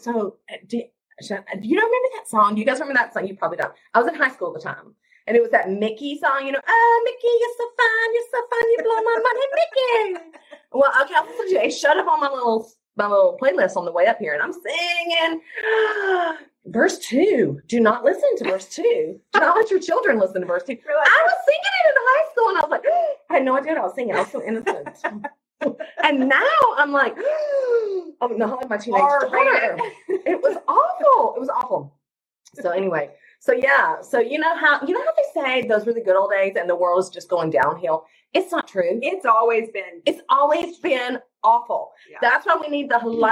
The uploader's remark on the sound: The original audio is from an impromptu (and hilarious) FB Live. So, sorry for not having the best quality audio this time!